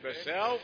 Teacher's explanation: لئن بسطت إلي خد بالك طاء مفخمة ولا ليس الادغام في التاء ادغاما كاملا، لكن صفة التفخيم والاستعلاء بتبان بسطت الاستعلاء بتبين ان في حرف مفخم. · Term: ادغام ناقص